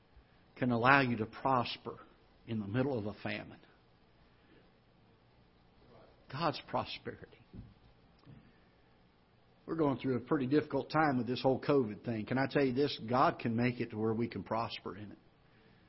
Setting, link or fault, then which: setting, large echoing room